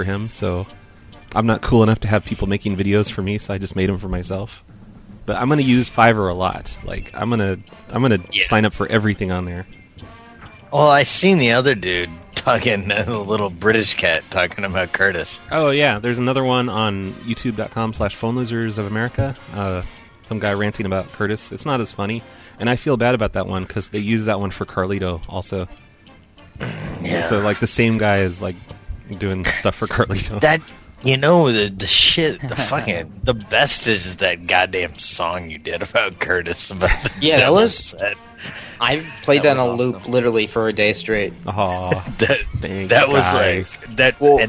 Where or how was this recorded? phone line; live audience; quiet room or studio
phone line